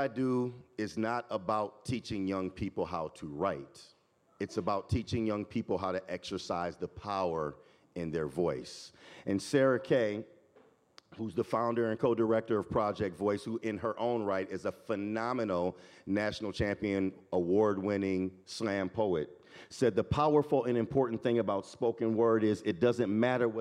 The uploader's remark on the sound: This EDTalk was live streamed from Icehouse in Minneapolis, MN on April 19, 2023.